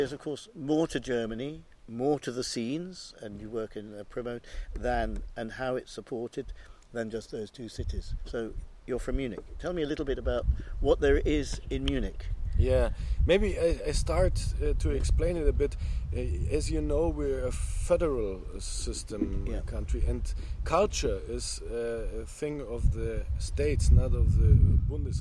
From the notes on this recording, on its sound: Recorded at Inntöne Jazz Festival, 15 August 2020.